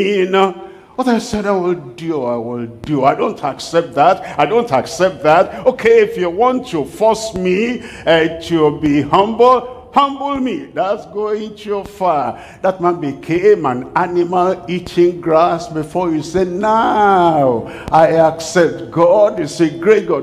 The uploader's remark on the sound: live from Accra, Ghana